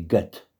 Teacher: dans Götterfunken, on a un O ouvert, un E ouvert, comme le E ouvert, et bref